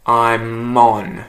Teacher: you'll hear me insert a consonant before the word on to make it flow. So instead of saying I'm on, you're going to hear me say I'm mon.